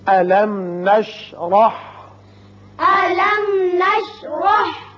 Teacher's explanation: بسم اللہ الرحمن الرحیم، بسم اللہ الرحمن الرحیم، ألم نشرح، ألم نشرح، میم ساکن یہاں اظہار شفوی ہوگا اور را کے اوپر زبر ہے، اس کو پر کر کے پڑھیں گے۔